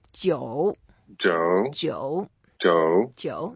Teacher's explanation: 酒 is the third tone. So we go down a little bit and then go up.